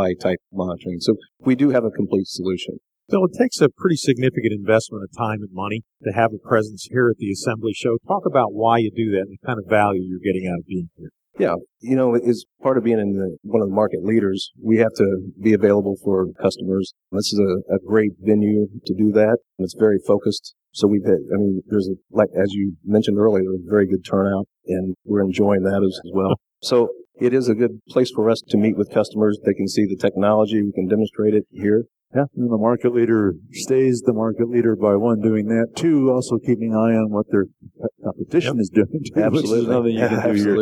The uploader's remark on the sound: Live from The ASSEMBLY Show